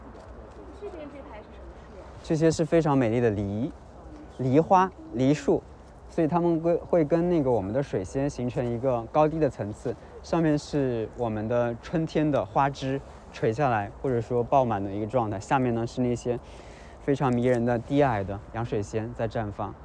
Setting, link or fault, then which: setting, outdoors